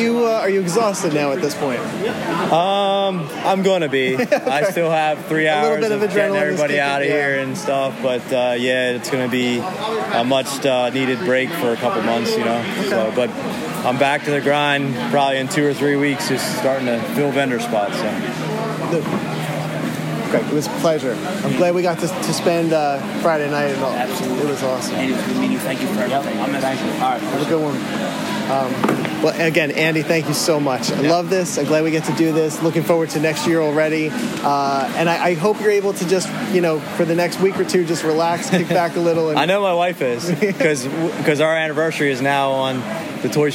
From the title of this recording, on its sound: Live From The Toys For The Ages Expo